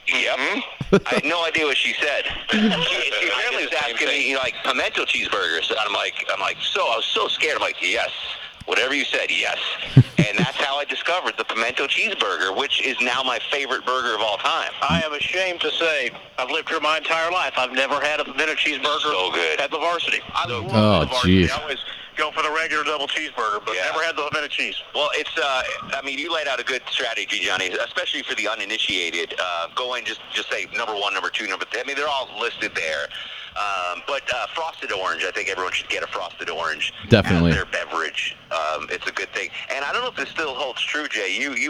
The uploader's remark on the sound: live on location at "The Big Game Experience."